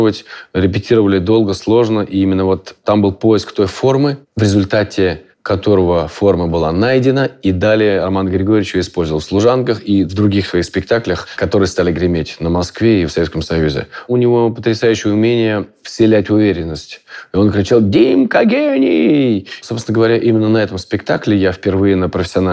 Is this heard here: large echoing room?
no